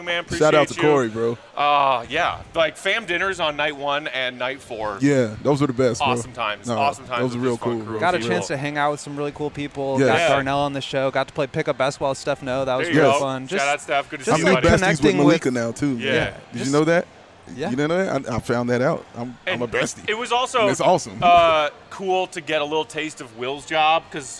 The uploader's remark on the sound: The CHGO Bulls crew are LIVE from Victory Burger & Wings at Circa Resort & Casino for their final Summer League show in Las Vegas!